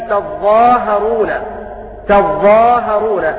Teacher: بتشديد الضاء وتخفيف الهاء، فيقرأ هكذا: وما جعل أزواجكم اللائي تظاهرون، تظاهرون، بتشديد الضاء وتخفيف الهاء.